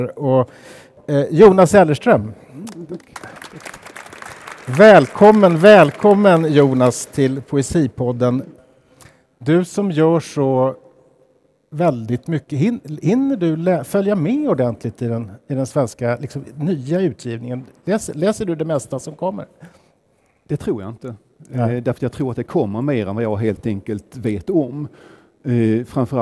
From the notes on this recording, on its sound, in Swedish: Inspelad på Poesimässan, Stockholms Stadsbibliotek den 23 mars 2018.